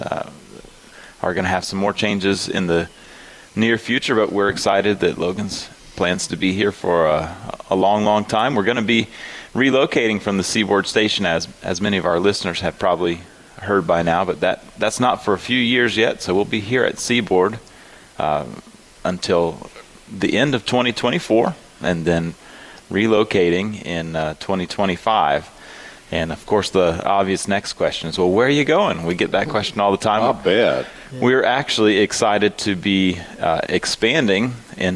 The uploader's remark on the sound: broadcasting live from Logan's Trading Company